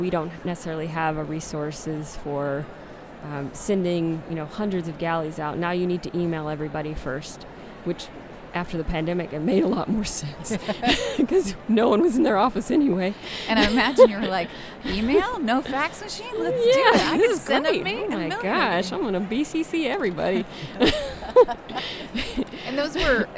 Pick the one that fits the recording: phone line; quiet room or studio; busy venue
busy venue